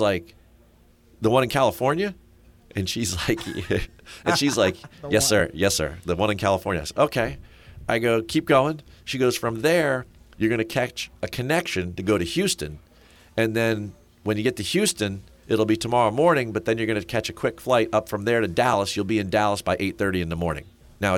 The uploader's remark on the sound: broadcasting "live" from the 104th PGA Championship at Southern Hills Country Club in Tulsa, Oklahoma